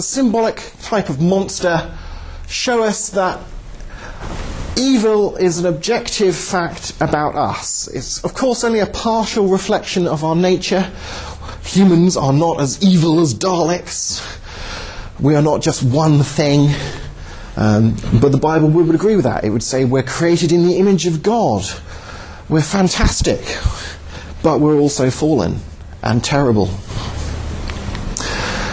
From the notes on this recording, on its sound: Talk at Southampton University, 08/02/11